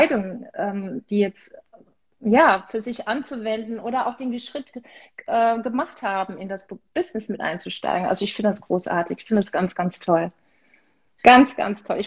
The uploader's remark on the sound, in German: heute teile ich mit dir ein wundervolles Live auf Instagram